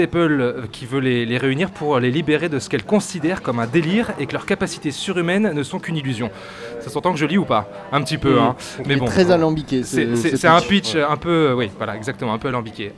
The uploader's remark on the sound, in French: Enregistré au Hurling pub (8 Rue Descartes, 75005 Paris), le vendredi 18 janvier 2019.